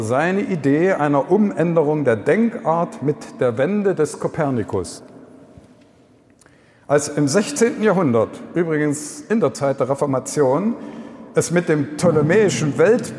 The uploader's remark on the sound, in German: Eröffnungsvortrag bei der kirchlichen Fachmesse und Ideenbörse " die pastorale " in Magdeburg. Wir danken dem Offenen Kanal Magdeburg für die Bereitstellung der Aufnahme!